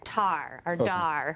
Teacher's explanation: for a word that has two consonants together, like star, that S and T, they'll omit one of them · Term: cluster reduction